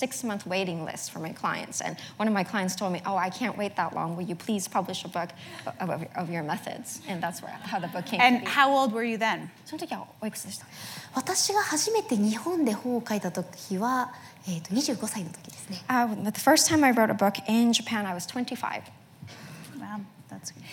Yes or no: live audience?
yes